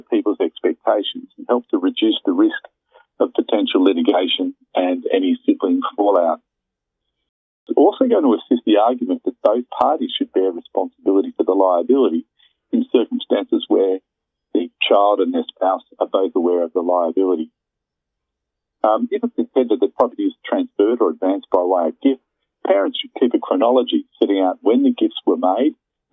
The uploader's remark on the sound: phone interview